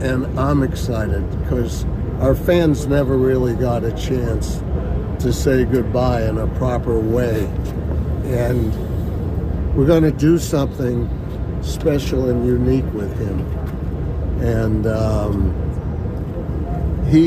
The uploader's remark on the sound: live from Fenway